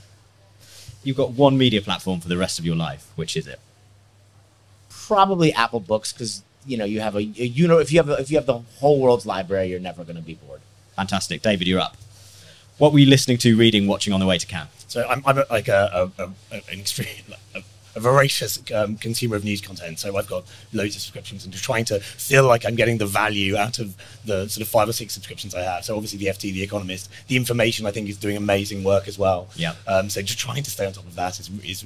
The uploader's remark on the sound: The Meaningful Media Podcast headed to La Croisette. Recorded to a live audience at the gorgeous and sustainable #HavasCafe. Cannes Lions 2022 Special.